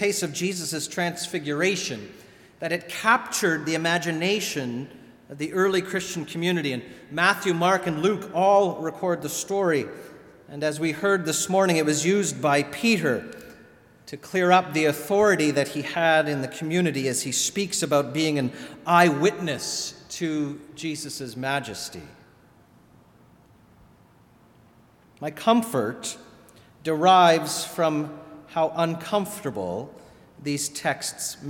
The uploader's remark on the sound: Sermon delivered at All Saints Kingsway